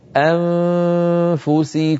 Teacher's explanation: من مخرج الهمزة إلى مخرج الفاء من غير ضغط فإذا انتهى صوت الغنة الممطوطة الكاملة أضغط على المخرج فيخرج حرف الفاء · Term: إخفاء